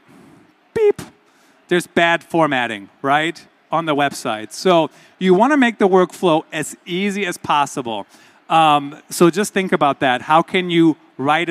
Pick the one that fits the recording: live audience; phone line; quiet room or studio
live audience